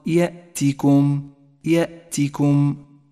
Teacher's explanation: واحذر من إشباع كسرة حرف التاء حتى لا تصير ياء